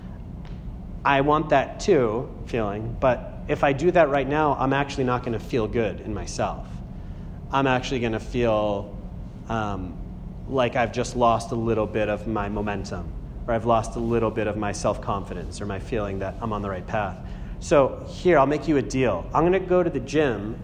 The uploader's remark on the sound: A talk that answers a series of questions from a Group in the middle of an 8-week series, Acton MA, 3/15/18